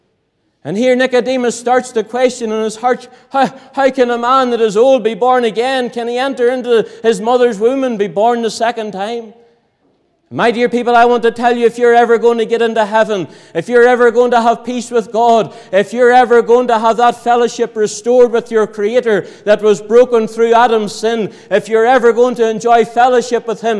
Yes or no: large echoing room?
yes